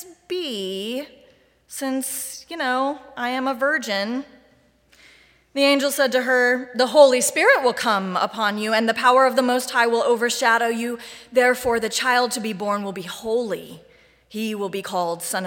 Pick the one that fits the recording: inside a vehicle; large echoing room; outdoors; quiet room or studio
large echoing room